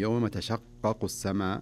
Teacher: يعني عندنا قافين، قاف الأولى مشددة والثانية خفيفة، فتكون الشدة في الأولى أعلى أو زمنها أكثر من الثانية